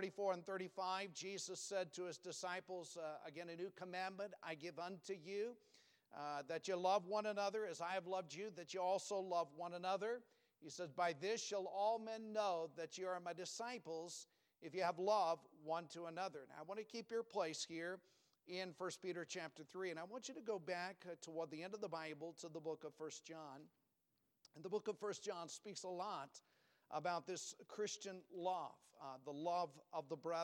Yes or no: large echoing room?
yes